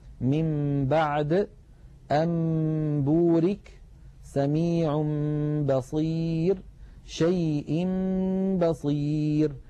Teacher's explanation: نقلب النون أو التنوين إلى ميم ثم نخفي تلك الميم عند الباء بتطويل غنتها ويرتفع وتنطبق الشفتان على الميم وعلى الباء انطباقة واحدة. · Term: القلب